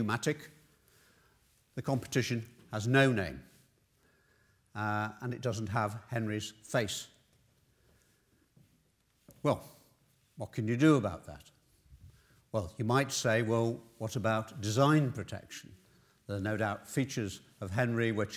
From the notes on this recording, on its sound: This lecture took place at the Saïd Business School, University of Oxford